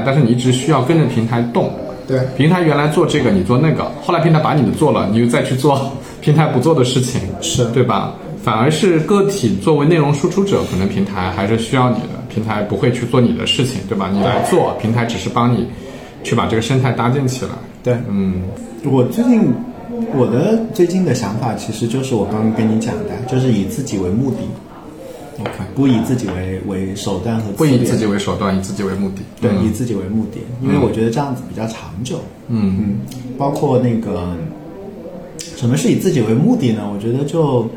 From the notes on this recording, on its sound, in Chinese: 我们录音选了一个茶室，没想到隔壁的上海爷叔嗓门巨大，所以节目的背景音有时候颇为嘈杂